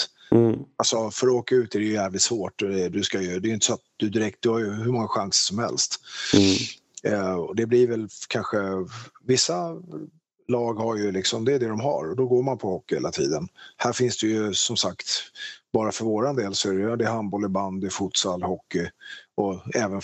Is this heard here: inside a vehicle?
no